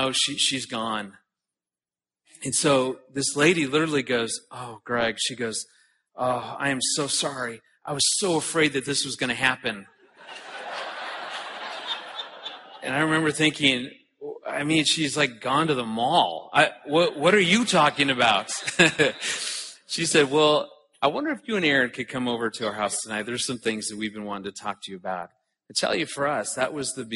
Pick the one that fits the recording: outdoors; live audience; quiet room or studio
live audience